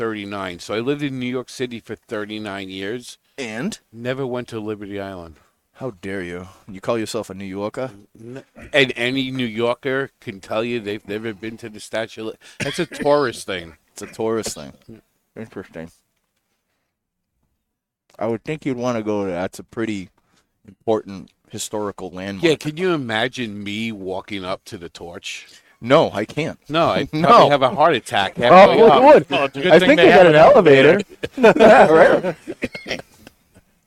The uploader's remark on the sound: Recorded live from the 7-20-4 Lounge!